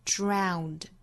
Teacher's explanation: 最后的 drown 注意双元音的滑动感